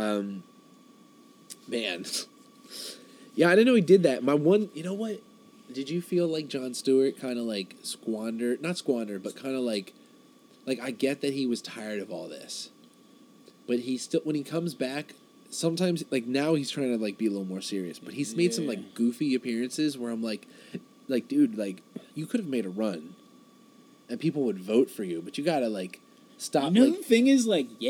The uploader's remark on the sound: Join us for our first highpodthesis as we sit outside and discuss what this podcast is.